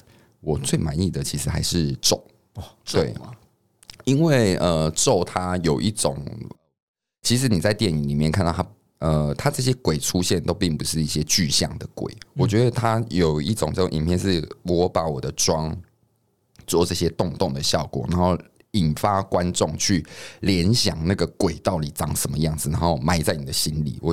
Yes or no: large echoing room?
no